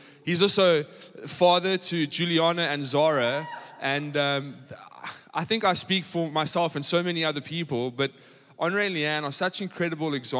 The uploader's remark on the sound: Panel Discussion Table View PM. Recorded live on Sunday the 27th August 2023.